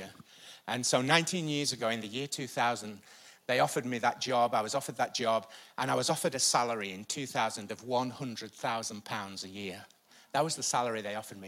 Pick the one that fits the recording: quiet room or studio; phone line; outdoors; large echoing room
large echoing room